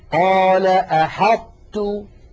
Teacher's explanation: نطبق المخرج على طاء من غير قلقلة ثم نفتح على تاء